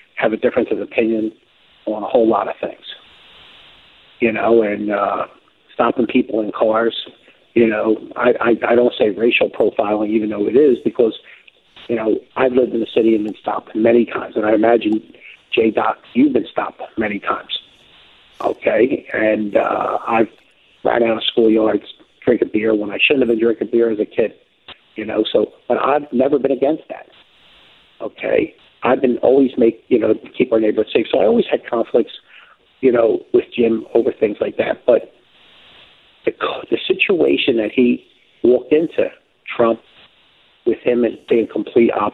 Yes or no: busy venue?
no